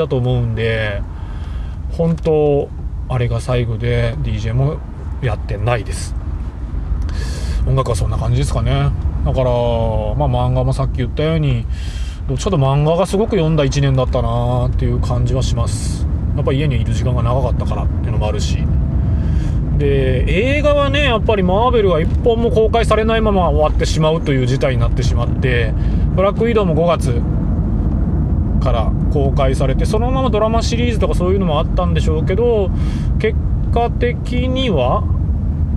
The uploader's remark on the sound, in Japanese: 福岡を運転しながら。収録の様子を録画し。